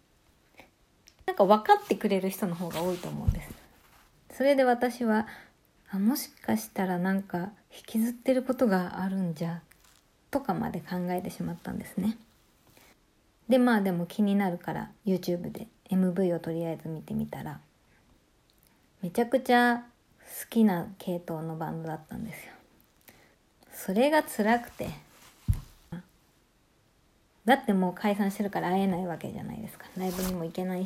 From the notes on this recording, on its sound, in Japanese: なんでか雑音が入ってしまって切ないです。自分に向けて3回に分けてまで録った。